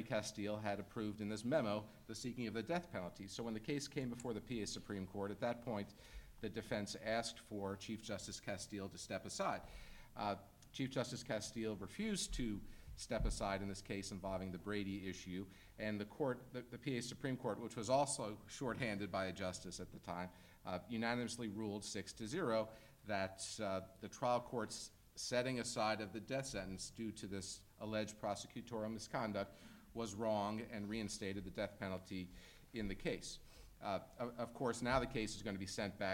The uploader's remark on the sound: UCI Law's 6th annual event. Drew a record crowd in person (more than 800 RSVPs!), and hundreds more online via live webcast.